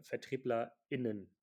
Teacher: zwischen Vertriebler und Innen gibt es eben diese kurze Pause, nennt sich glottaler Stopp oder auch Glottisverschluss ähm, ihr könnt euch einfach Pause merken, das reicht vollkommen aus.